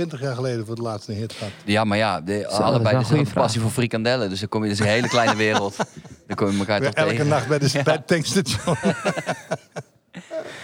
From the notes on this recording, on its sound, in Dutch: tijdens de extra editie van De Vrienden van Amstel LIVE